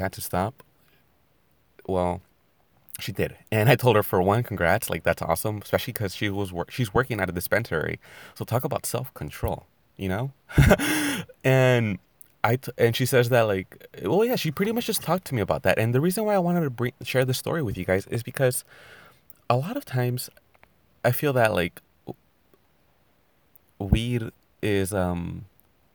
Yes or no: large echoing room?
no